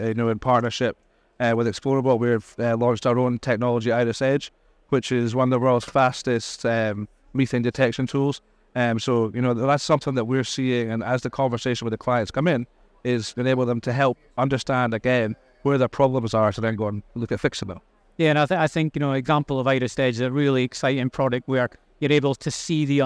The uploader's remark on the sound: Recorded live at Offshore Europe 2023.